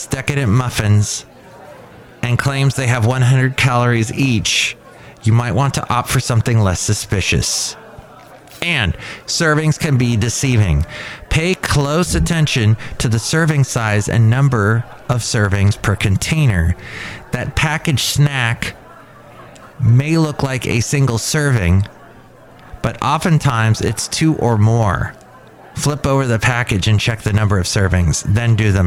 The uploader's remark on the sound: Podcasts live from Café Anyway.